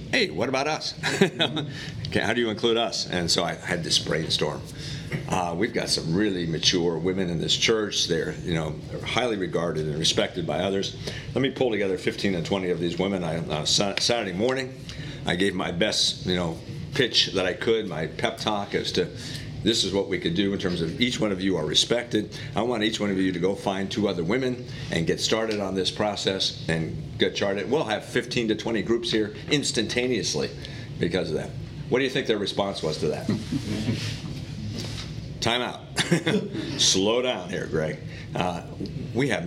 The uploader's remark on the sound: Today’s audio comes from the National Disciple Making Forum by Discipleship.org. Global Discipleship Initiative hosted a track called “Turning Your Church into a Disciple Making Mission.”